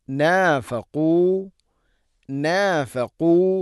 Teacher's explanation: ഖാഫ് സ്വരഭാരത്തിൽ ഉച്ചരിക്കേണ്ട അക്ഷരമാണ് ഖാഫ്. അതിൻ്റെ മഖ്റജ് തൊണ്ടയുടെ മുകൾ ഭാഗം, അതിൻ്റെയും മേലെ ചെറുനാക്ക്.